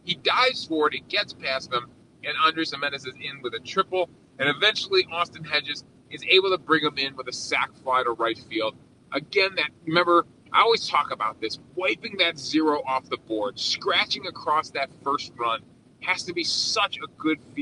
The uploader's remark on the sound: We're unfortunately recording while driving to the airport so apologies for the poor audio quality.